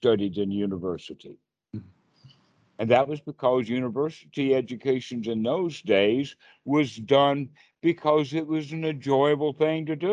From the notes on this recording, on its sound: Skype calls on this channel.